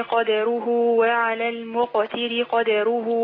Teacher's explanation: حفص بيحقق الفتحة على الدال. لو انا سكنتها وقلقلتها يبقى انا بقرا غير حفص.